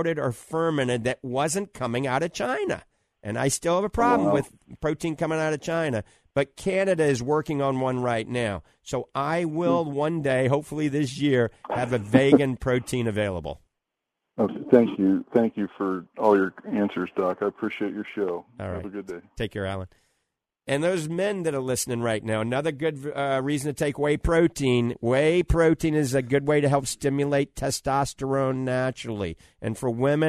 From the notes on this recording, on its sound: Many live calls in today's show